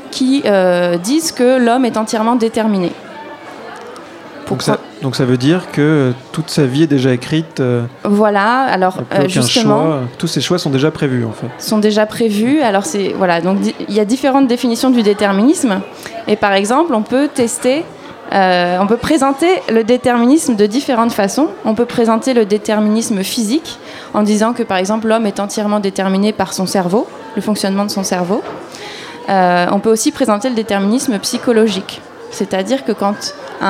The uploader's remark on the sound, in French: Radio Campus Paris était en direct de l'Espace des Sciences Pierre-Gilles de Gennes pour la Nuit Européenne des Chercheurs, une soirée de rencontre entre le monde de la recherche et le grand public.